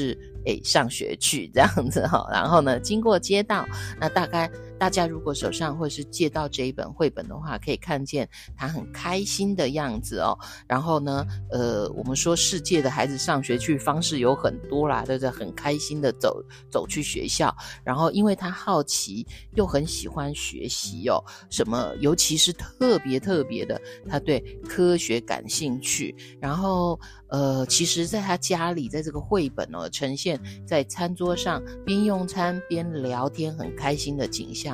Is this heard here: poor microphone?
no